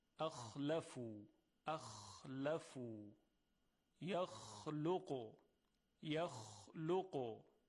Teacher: موقع تلفظ حرف خا تارهای صوتی به هیچ وجهی ارتعاش ندارند. اینطور میتونیم بگیم هوا از ششها عبور میکنه، میاد بیرون، در مسیر خودش از حنجره میگذرد.